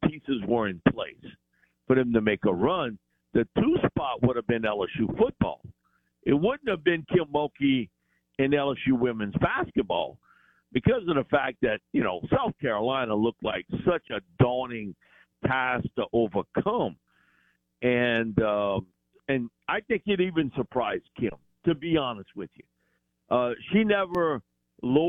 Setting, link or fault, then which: link, phone line